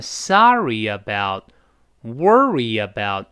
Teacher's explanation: 是不是中间都有个耶来过渡